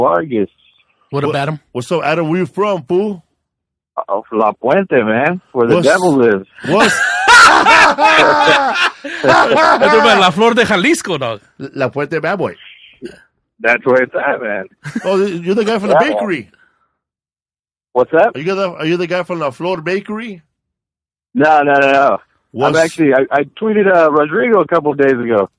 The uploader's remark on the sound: We did another call-in show today.